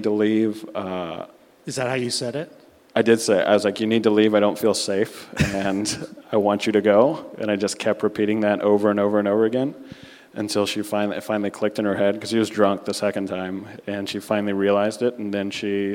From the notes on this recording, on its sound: LIVE from Cubby Bear SINGLES ONLY!